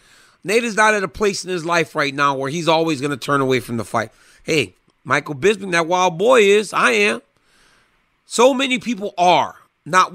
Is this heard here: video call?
no